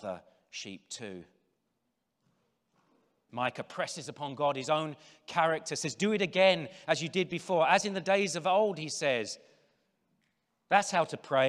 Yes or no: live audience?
yes